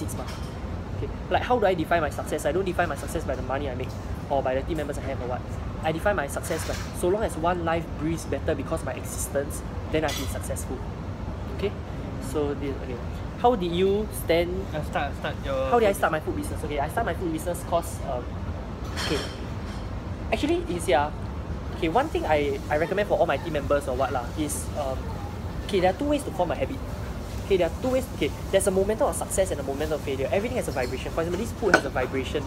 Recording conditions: background noise